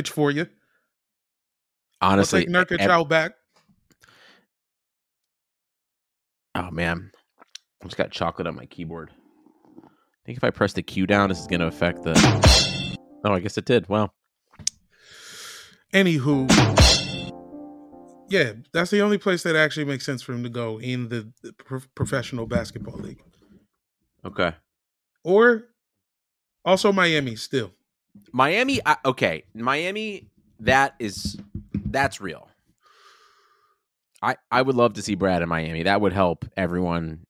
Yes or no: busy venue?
no